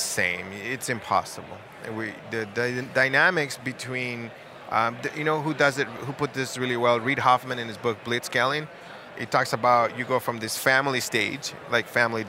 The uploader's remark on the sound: Live from SaaStock19